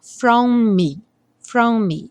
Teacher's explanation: os dois M's vão soar um só